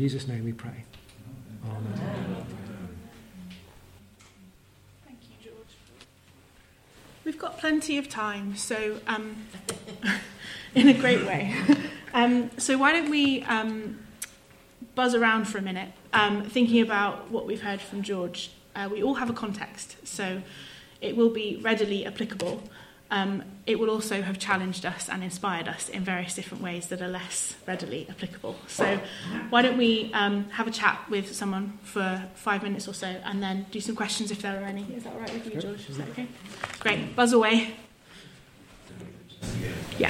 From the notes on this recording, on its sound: at the Junior Anglican Evangelical Conference 2023 (The Church for England)